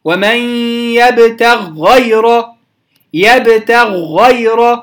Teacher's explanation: احنا هنفخم الغين في أعلى درجات، يعني أو في درجة عالية من التفخيم